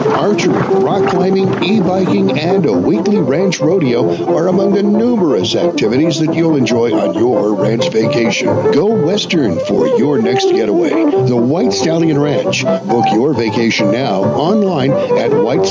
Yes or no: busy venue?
yes